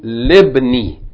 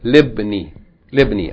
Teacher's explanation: So now it's just li being joined directly to the ba, libni.